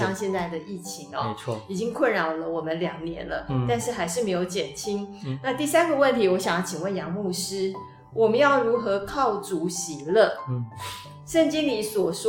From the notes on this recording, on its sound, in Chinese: 近期錄音事工為配合疫情，錄音者全程皆配戴口罩。收音皆有些微影響。